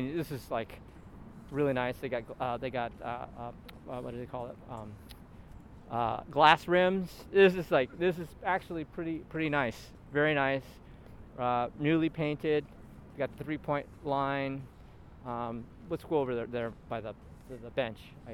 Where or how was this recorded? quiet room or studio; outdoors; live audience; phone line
outdoors